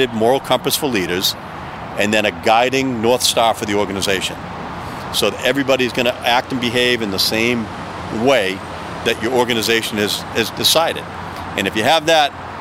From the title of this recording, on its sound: Takin A Walk in Charlestown Massachusetts